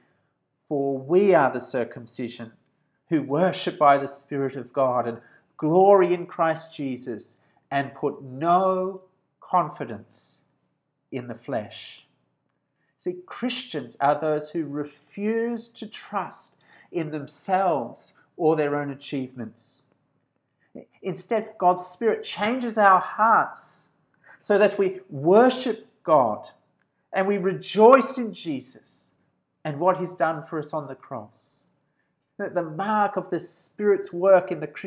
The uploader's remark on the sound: This sermon was preached at Georgetown Baptist Church on 24th January 2021.